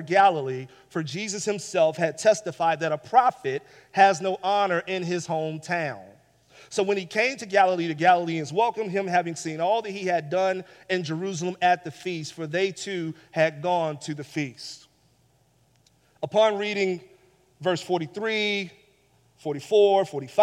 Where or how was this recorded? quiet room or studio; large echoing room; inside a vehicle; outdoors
large echoing room